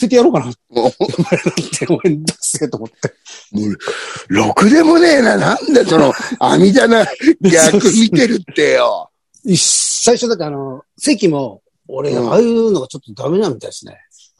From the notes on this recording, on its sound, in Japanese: ZOOMで収録